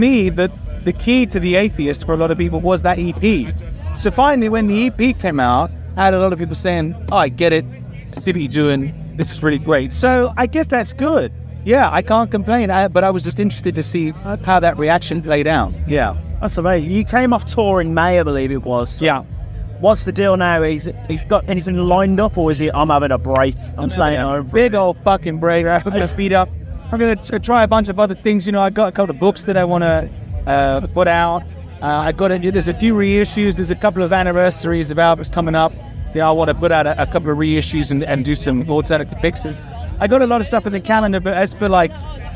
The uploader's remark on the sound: Live from 2000 Trees 2023